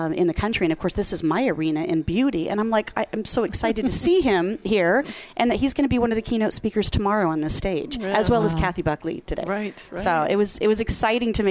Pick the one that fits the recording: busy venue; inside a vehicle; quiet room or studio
busy venue